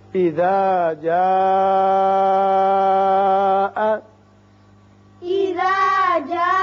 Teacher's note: اذا جاء زال کو آپ نرمی سے ادا کریں گے، زبان کی نوک اوپر والے جو سامنے کے دانت ہیں ان کی جڑوں کے ساتھ تھوڑی سی لگے گی تو زال نرمی سے ادا ہوگی. جا یہ بڑا مد ہے جسے مد متصل کہتے ہیں، یعنی حرف مد جو ہے وہ ایک ہی کلمے میں آتا ہے، اور دوسری اس کی پہچان ہے کہ یہاں آگے حمزہ بشکل حمزہ ہی لکھا جاتا ہے، لہذا اس کو پانچ حرکات کے برابر لازمی طور پر کھینچیں گے.